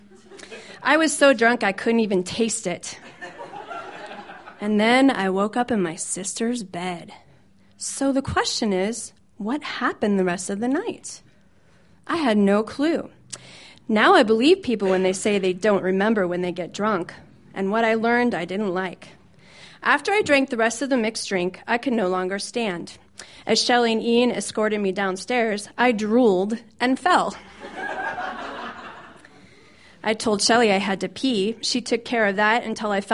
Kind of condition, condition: setting, busy venue